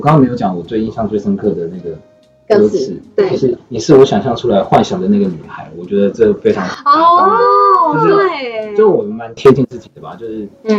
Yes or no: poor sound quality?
yes